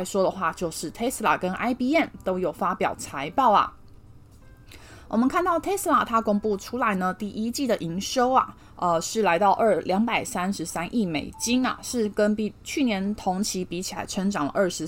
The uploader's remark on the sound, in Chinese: 本集有些許雜音，已亟力避免，如有察覺請多多包涵